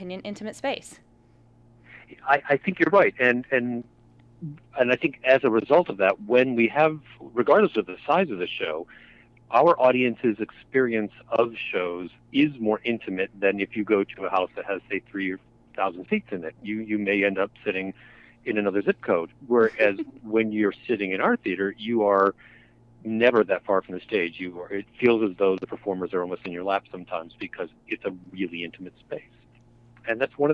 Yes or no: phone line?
yes